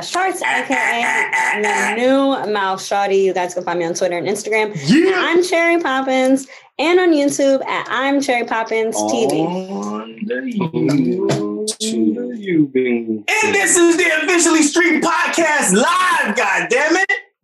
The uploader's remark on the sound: we hopped on Zoom